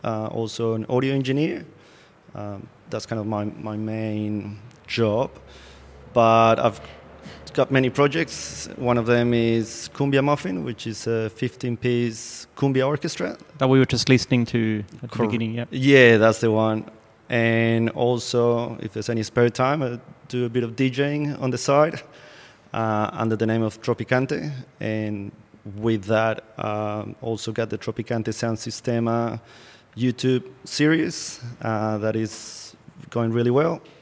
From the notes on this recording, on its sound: Live conversation in the gallery